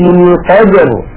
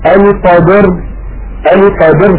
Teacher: يعني مثلا إنا أنزلناه في ليلة القدر، لاحظوا كلمة القدر هنا التقى ساكنان بسبب الوقف، وهذا جائز شائع في لغة العرب بسبب الوقف لا إشكال. فالدال ساكنة وهي مقلقلة، والراء ساكنة ولا قلقلة فيها · Shown in: first take · فإن لم ننتبه إلى ذلك فإن الدال قد تميل إلى الكسر، وكثيرا ما نسمع من بعض إخواننا المبتدئين القدر القدر فيميلون سكون الدال إلى الكسرة.